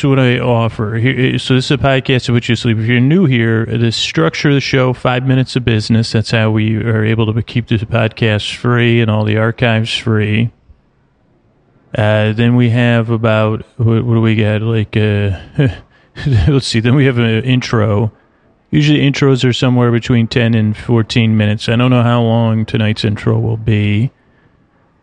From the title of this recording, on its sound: Sea Life Orlando | On Location